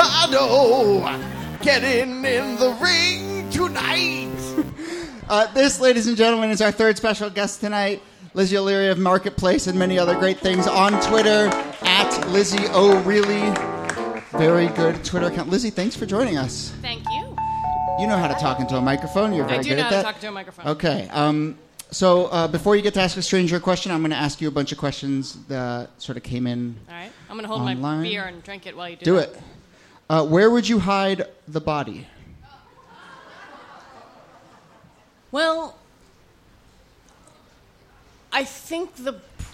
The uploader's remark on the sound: This excerpt is from our March regular show at Housing Works Bookstore.